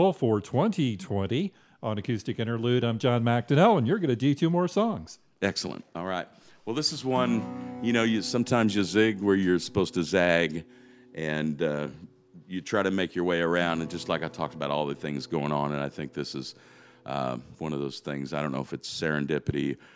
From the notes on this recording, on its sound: from the 2020 30A Songwriters Festival